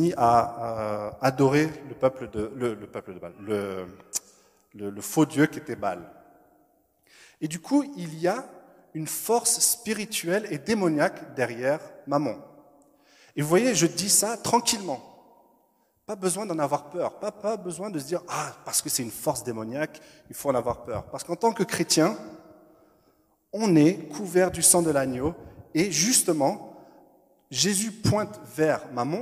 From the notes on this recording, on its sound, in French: Enregistré à l'église CVV, le 07/02/2021.